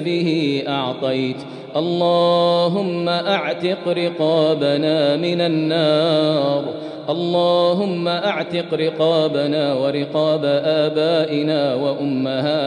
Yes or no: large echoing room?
yes